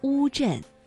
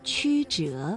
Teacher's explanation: 读乌的时候，舌面的后部是抬高的，而迂呢，舌面的前部是抬高的。